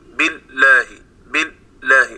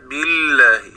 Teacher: كذلك حقق كسر الباء، لا تقل ب، قل بي، كذلك الصوت لا ينقطع في لام كلمة الله · Shown in: second take · يعني لا أقول بالله بالله، انتبه لهذا، إنما هي بالله، الصوت لا ينقطع.